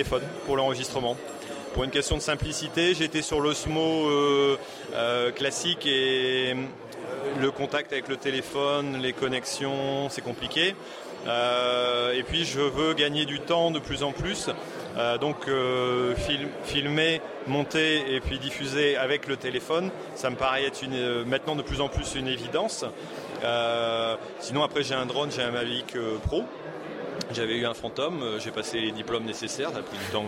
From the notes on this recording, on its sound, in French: À la journée francophone de la vidéo mobile il y a quelques jours à Paris. Cet épisode enregistré entre ateliers et conférences.